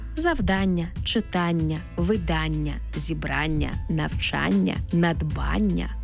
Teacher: Іменники, які утворилися від дієслів та закінчуються на «ання», здебільшого мають наголошений звук «а».